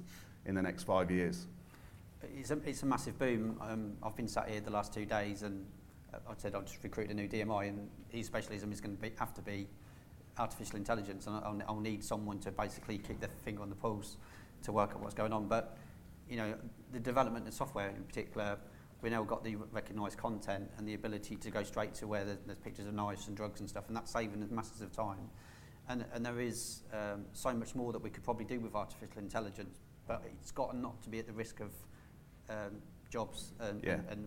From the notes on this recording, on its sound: This episode was recorded with a live audience at the MSAB UK June event at Chester Racecourse.